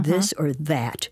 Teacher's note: When you say this, you're not only putting your tongue between your teeth and blowing, you're also vibrating your vocal folds. · Term: voiced interdental